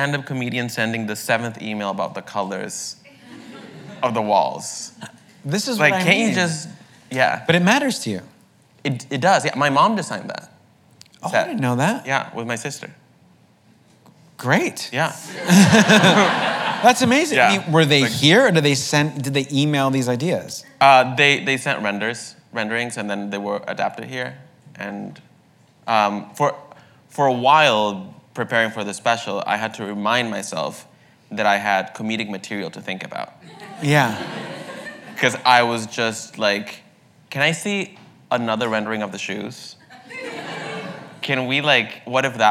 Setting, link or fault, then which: setting, live audience